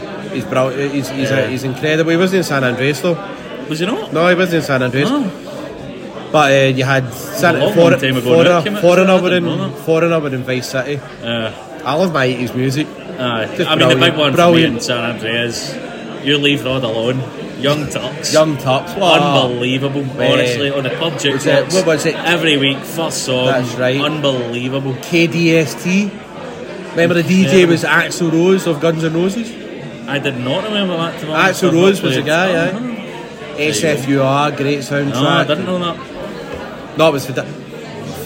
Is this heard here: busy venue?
yes